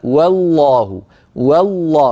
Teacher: تخليص الحروف يعني تخليص المرقق من المفخم، كقوله تعالى والله، والله بترقيق الواو وتفخيم اللام